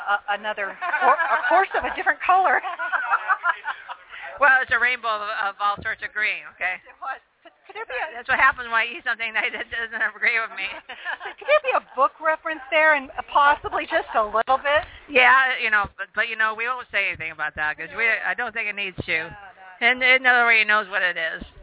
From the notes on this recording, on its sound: We are LIVE out at the first ever, Geek Day at the Phoenix Film Festival.